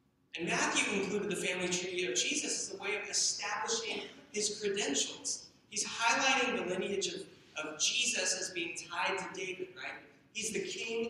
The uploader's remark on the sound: We apologize for the poor sound quality of this recording.